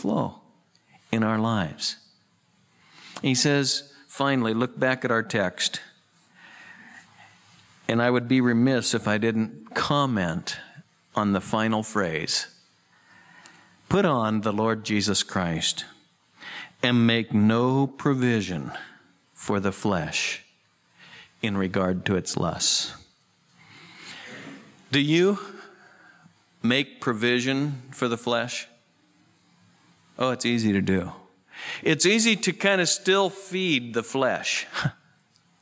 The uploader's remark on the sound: Southwest Bible Church in Beaverton Oregon